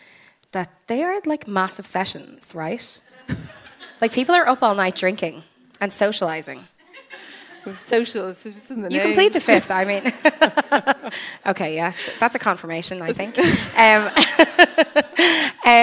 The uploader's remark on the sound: At my live show in the Sugar Club.